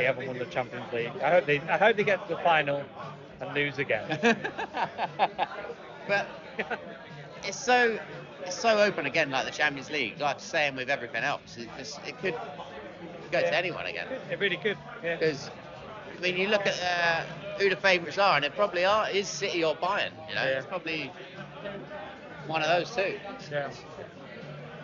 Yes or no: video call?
no